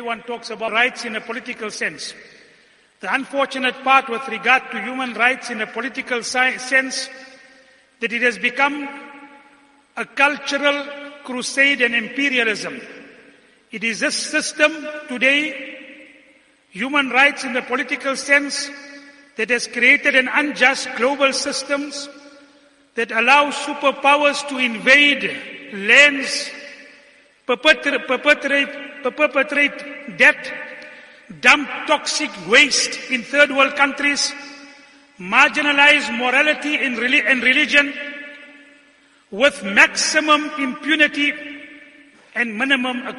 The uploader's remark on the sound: Jumuah lecture.